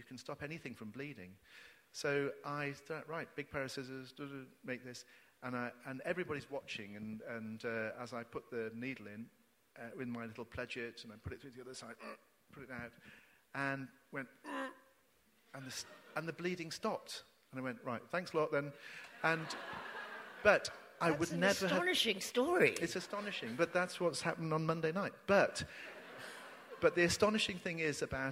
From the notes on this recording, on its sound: Recorded live at The Tabernacle in London on 7th November 2019.